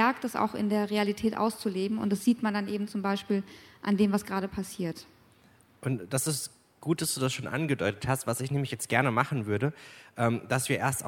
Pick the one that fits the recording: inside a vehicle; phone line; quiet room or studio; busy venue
busy venue